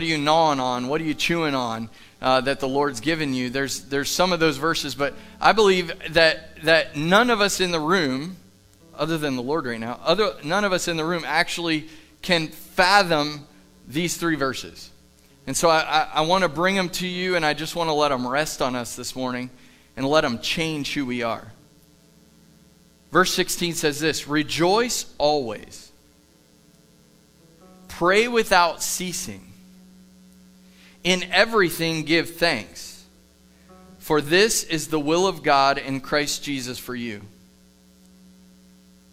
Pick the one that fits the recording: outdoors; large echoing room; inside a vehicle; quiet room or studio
large echoing room